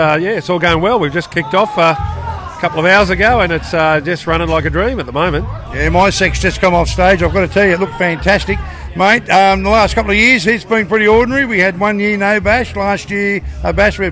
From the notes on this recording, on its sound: Recorded on the ground at the Big Red Bash, hear interviews with Bashgoers, artists, volunteers and workers!